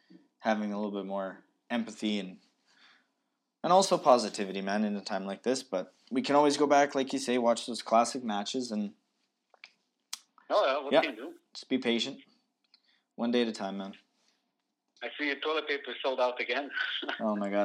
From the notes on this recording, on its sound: Over the phone this week while practicing social distancing and self-isolation due to coronavirus.